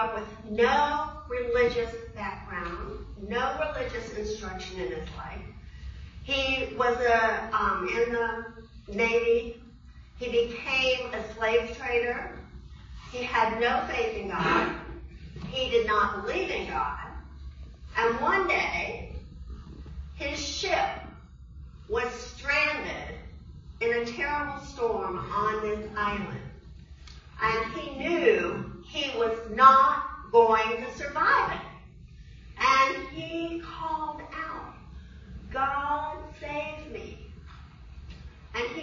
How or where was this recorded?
large echoing room